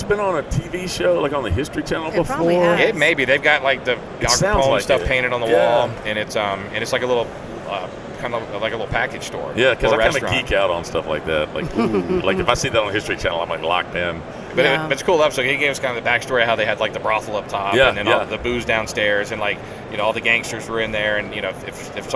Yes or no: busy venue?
yes